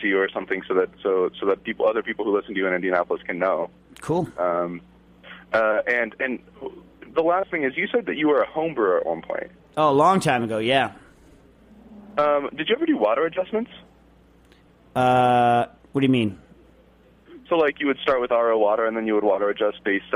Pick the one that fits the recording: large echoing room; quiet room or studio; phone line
phone line